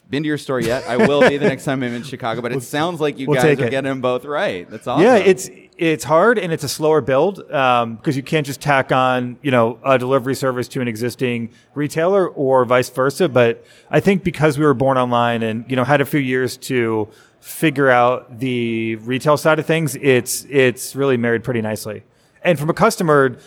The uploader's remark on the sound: This episode was recorded live in front of a studio audience at Las Vegas Convention Center during ICSC RECon 2019.